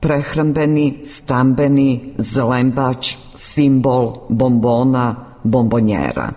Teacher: Po glasovnoj promjeni jednačenje suglasnika po mjestu izgovora sonant n ispred dvousnenog b prelazi u dvousneno m